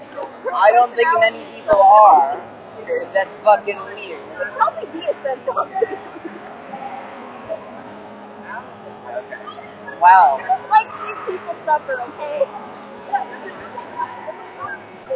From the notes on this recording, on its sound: We have no idea what happened to the audio here, but feel free to try and decipher it.